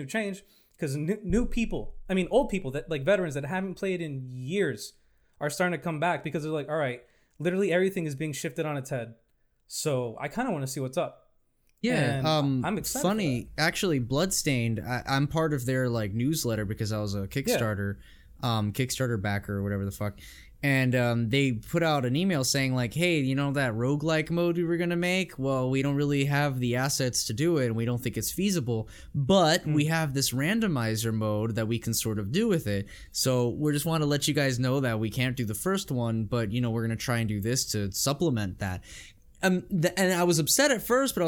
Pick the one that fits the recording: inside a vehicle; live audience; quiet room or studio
quiet room or studio